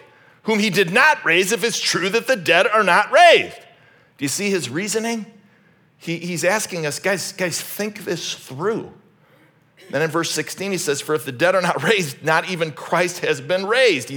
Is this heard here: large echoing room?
yes